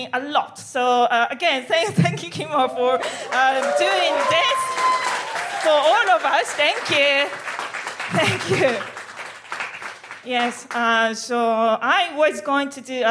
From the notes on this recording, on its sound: FOC IT UP Comedy Club. Recorded 4 October 2022 at 21Soho in London.